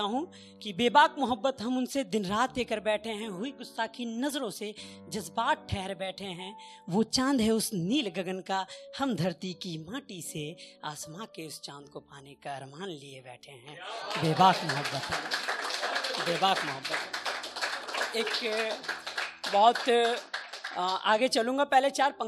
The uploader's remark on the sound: The podcast that brings you the best audio performances from our weekly poetry events.